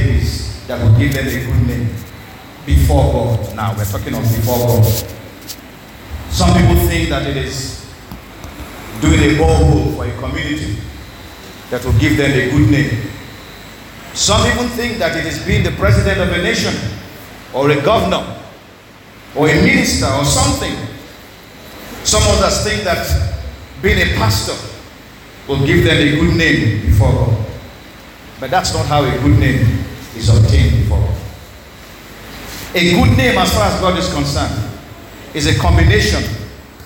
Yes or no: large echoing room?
yes